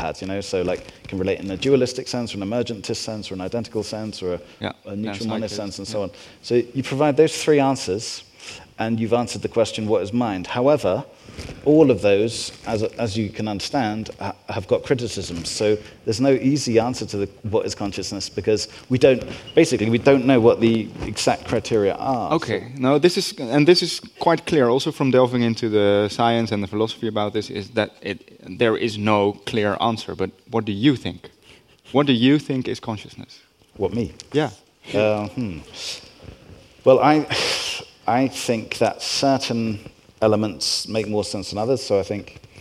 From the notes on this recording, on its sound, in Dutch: Live bonusopname. We spraken hem op Brainwash Festival 2023 in Amsterdam.